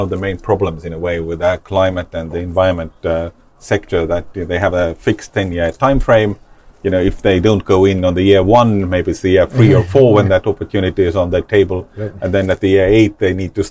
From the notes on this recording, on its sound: Recorded on the sidelines of the TechChill conference in Riga. Recorded on the sidelines of the TechChill conference in Riga.